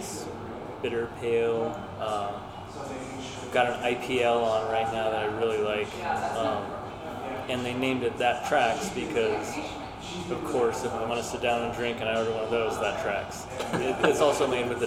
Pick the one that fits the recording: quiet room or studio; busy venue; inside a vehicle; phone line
busy venue